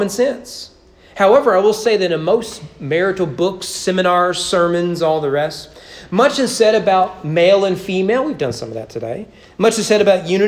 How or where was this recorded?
large echoing room